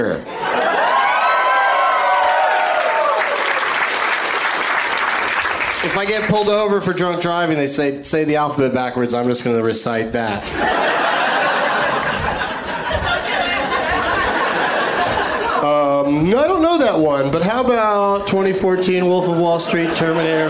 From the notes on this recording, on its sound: Live from the Comedy Club on State in Madison, WI